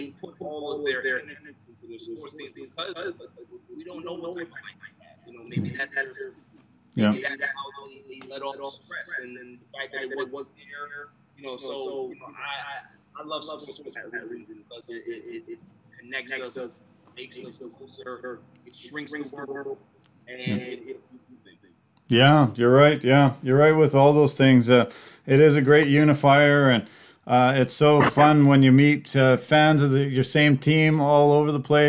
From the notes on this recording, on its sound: This week has been tough because we have had audio troubles and don't know why. We were recording just as game 6 between the Atlanta Hawks and Philadelphia 76ers was about to begin.